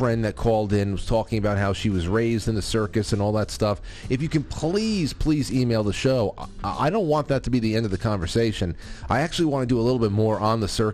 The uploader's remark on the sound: Opens Lines for Q&A, and plenty of call-in topic suggestions as always!